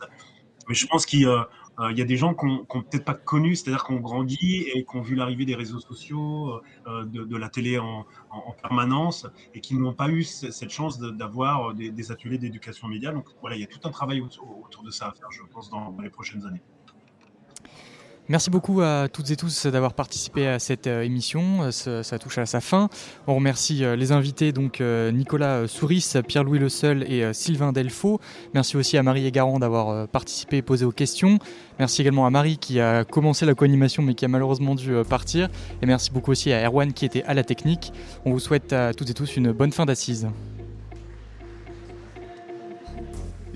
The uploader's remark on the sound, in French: Emission plateau en direct des Assises 2023